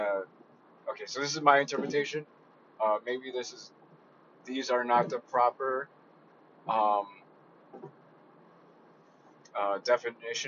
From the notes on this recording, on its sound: I love/hate driving while doing this because of the company on the road and not being focused on whats going on but its relaxing when you block it out.